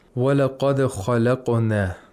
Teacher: We have two qalqala, one in the dal of laqad, and another one in خَلَقُنَا